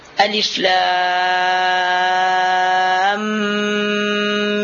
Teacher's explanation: Kita panjangkan enam harakat. Alif lam mim, dan juga kita dengungkan. · Term: mad lazim harfi musaqqal